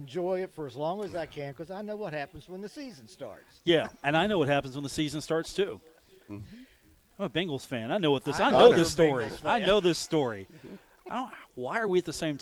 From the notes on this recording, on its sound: Live from The Union Pub and Grill